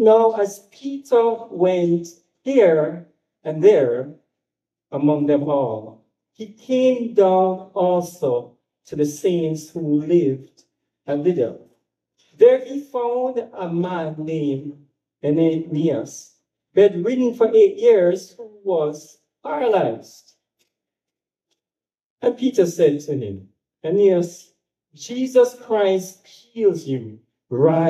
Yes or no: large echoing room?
yes